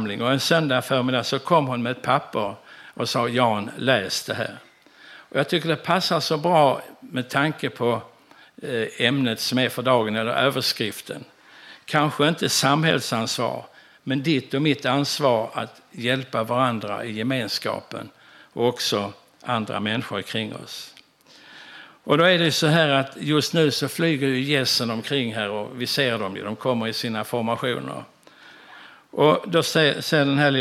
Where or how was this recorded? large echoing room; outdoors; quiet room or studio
large echoing room